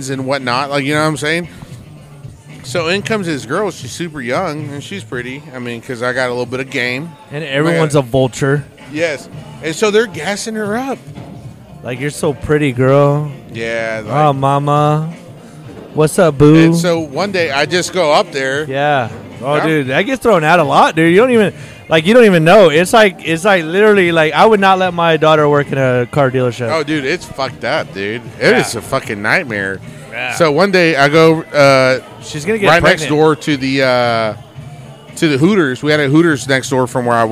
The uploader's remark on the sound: This week we are on location from Whiskey River Saloon